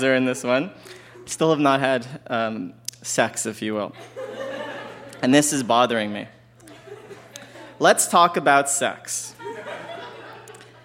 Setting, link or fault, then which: setting, live audience